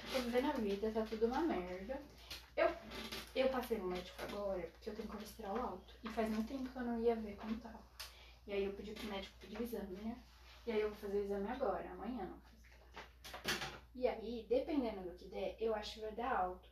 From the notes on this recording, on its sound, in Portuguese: Fiz esse ep de tarde. Desculpem pelos barulhos.